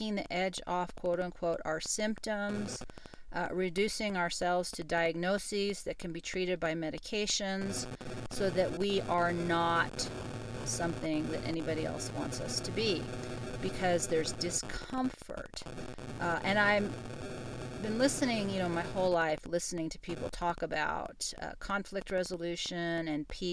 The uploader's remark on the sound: WOW, I just was sent a message that the audio is a nightmare, and yes - it is. I don’t think I can clean it up and everything I own right now is giving me audio feedback.